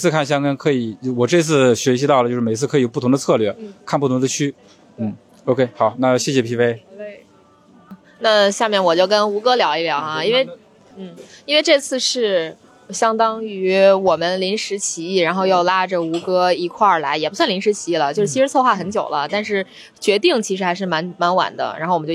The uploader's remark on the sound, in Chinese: 我们在现场！